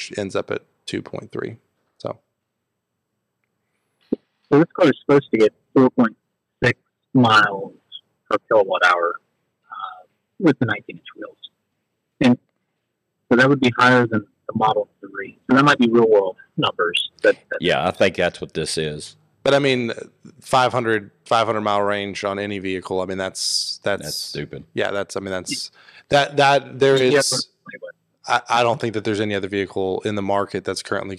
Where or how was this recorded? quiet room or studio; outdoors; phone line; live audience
phone line